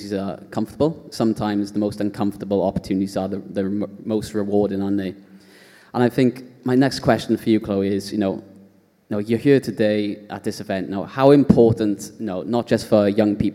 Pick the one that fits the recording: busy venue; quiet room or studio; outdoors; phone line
busy venue